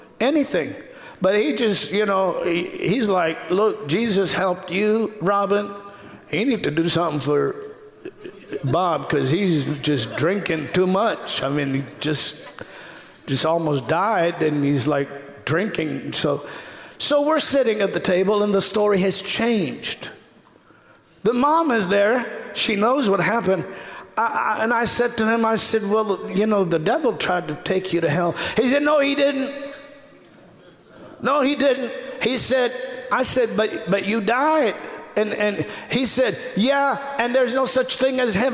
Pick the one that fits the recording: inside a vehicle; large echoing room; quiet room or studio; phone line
large echoing room